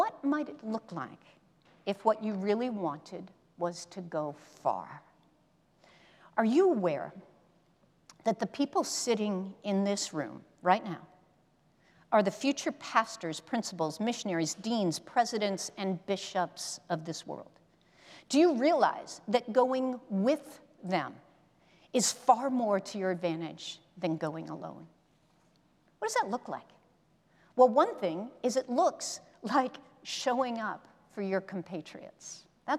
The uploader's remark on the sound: presented by Asbury Seminary Kentucky Chapel, recorded on Tuesday, October 10, 2023 at Asbury Theological Seminary's Kentucky campus